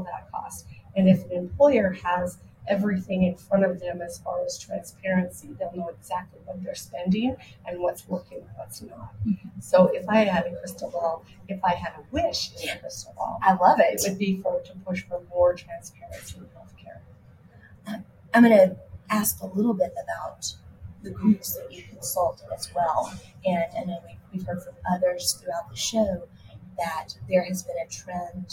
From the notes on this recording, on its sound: Live at the SIIA 2022 Engage Conference